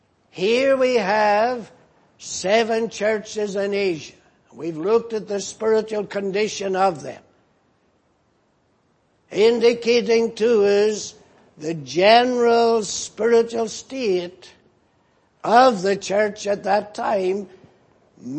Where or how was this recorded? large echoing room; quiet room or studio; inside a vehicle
large echoing room